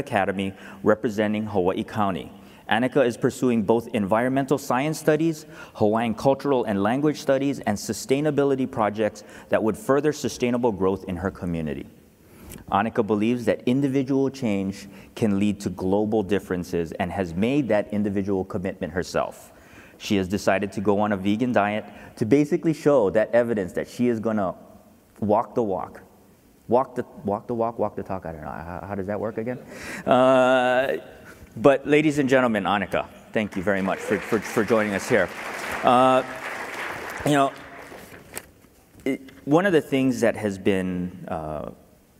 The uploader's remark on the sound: The best of live interviews from GreenBiz events.